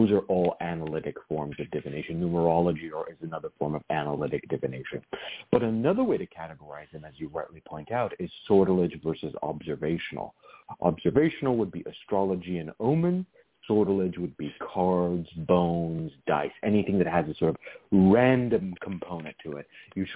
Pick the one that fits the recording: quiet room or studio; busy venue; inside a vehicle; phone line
phone line